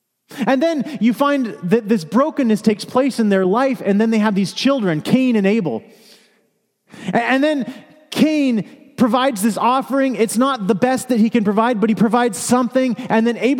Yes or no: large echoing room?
yes